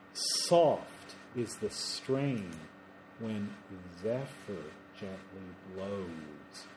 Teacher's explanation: You have two S sounds that soften into two Z sounds.